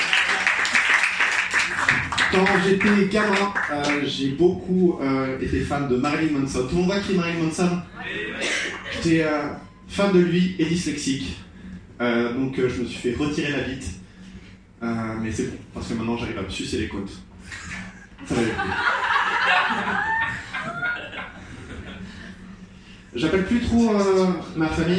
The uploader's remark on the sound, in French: Open Mic du Jardin Sauvage